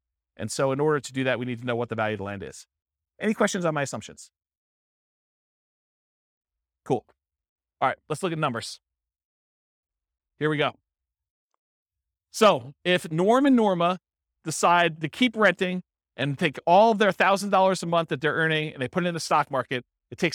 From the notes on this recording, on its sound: This was a live class recorded